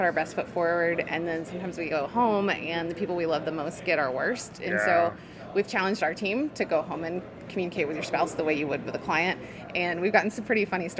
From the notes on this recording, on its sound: BONUS content recorded at SYNKD Live 2024! BONUS content recorded at SYNKD Live 2024!